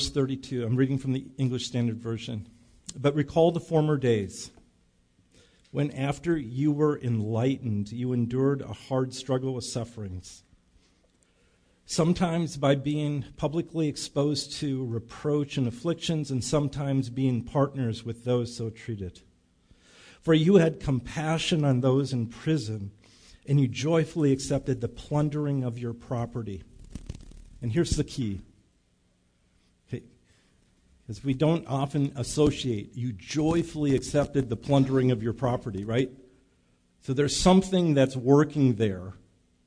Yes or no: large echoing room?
yes